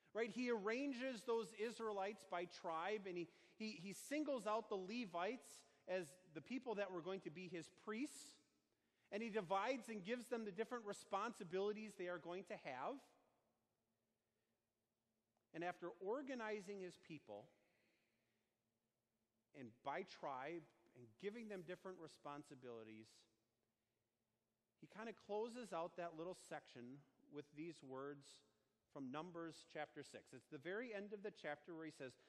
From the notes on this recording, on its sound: Sermon delivered on Sunday, June 16, 2019, on Holy Trinity Sunday at Our Savior Lutheran Church in Birmingham, AL.